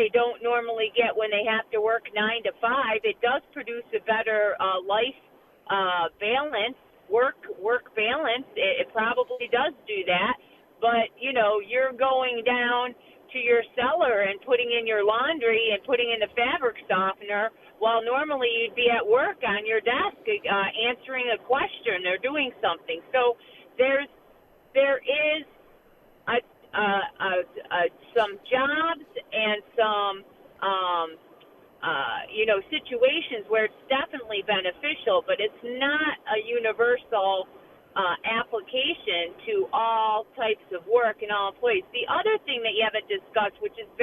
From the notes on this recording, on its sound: take your phone calls